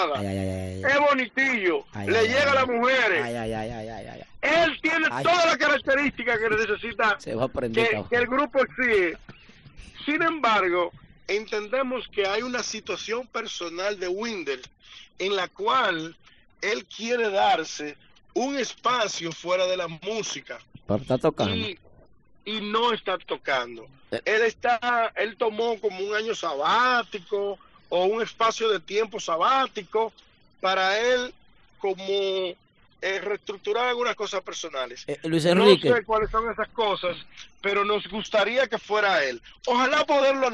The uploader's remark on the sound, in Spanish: Llamada del Publico